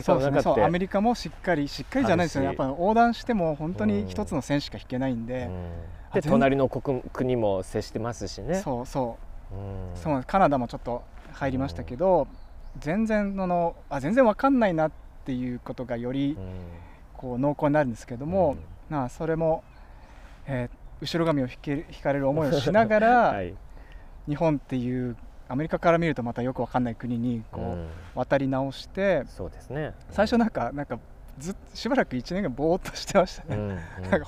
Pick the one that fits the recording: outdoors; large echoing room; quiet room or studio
outdoors